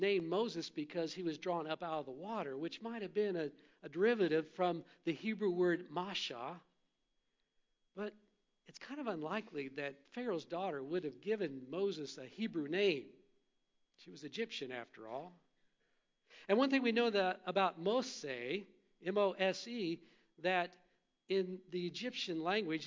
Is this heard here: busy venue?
no